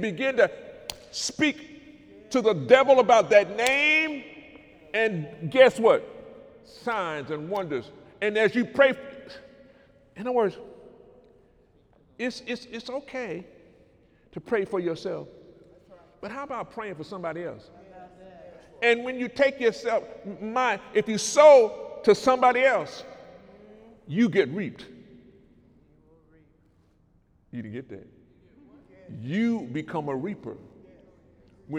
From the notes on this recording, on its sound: During Sunday morning service on December 23, 2018